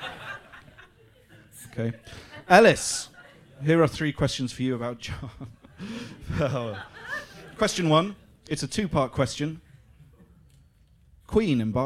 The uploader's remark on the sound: in front of an ACTUAL live audience